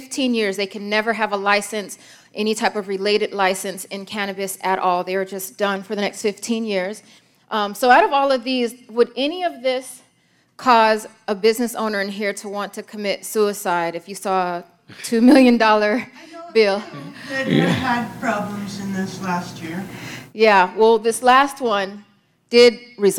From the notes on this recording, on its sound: Todays podcast is the first part of our talk at the Cannabis Collaborative Conference back in January